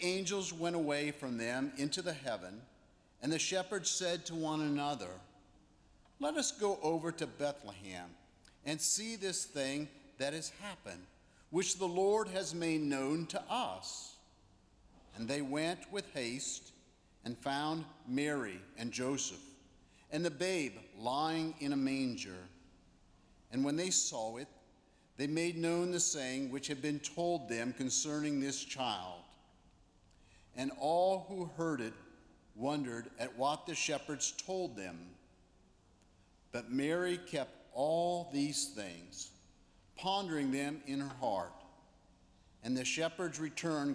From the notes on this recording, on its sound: Christmas Eve Candlelight. Live from Myers Park United Methodist Church in Charlotte, North Carolina.